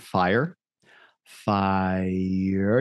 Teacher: You hear yourself going from an A to an E to an U sound. And then there's an R coloring. · Term: triphthong